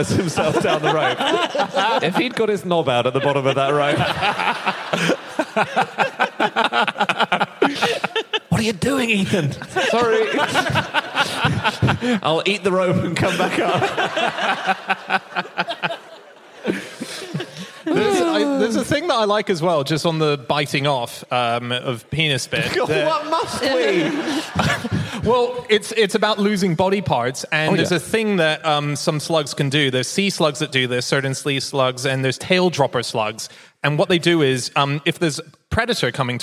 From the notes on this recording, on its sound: Live from Newcastle